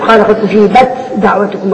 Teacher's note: ادغام تدغم التاء في الدال